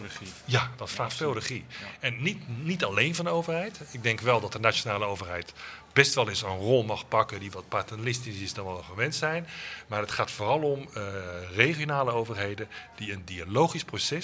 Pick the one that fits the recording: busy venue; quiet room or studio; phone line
busy venue